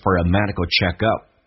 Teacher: for 不被强调，弱化成 for，同时跟 a 形成个连音叫 for，所以这句话不被强调的黑色字体用降调来读。It goes, excuse me, I wanna make an appointment for a medical checkup.